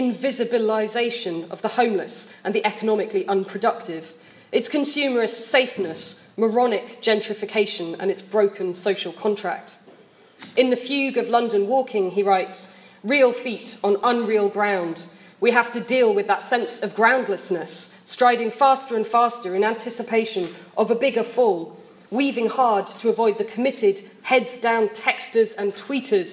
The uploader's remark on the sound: Deliver one of the plenary addresses at the London Literary Society&#39;s annual conference in July 2017. Deliver one of the plenary addresses at the London Literary Society's annual conference in July 2017. Held at the Institute of English Studies, Senate House, University of London.